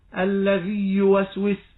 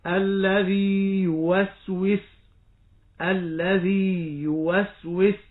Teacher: مكن النطق بياء المد بمقدار حركتين · Shown in: second take · Term: مد التمكين